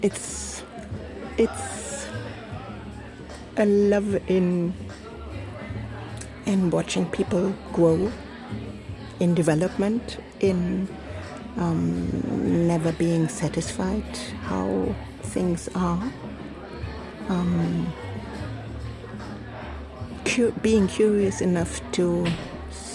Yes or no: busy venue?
yes